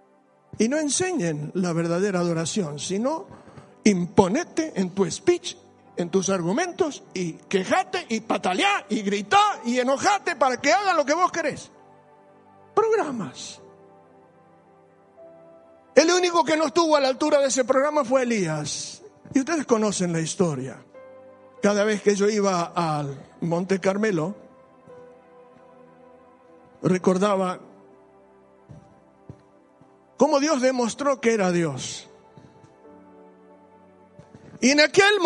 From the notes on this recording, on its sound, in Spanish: Sólo audio del domingo 26/7/15 en la Iglesia Bautista de Haedo.